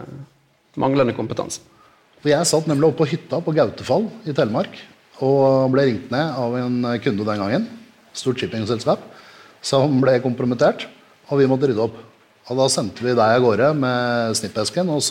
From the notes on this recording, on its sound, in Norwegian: Live fra Kristiansand. Ukens episode er en liveutgave fra Kristiansand.